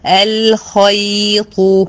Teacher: الياء هنا مرققة بين الخاء وبين الطاء